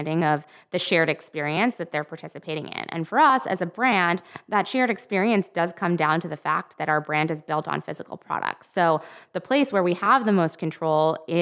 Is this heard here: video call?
no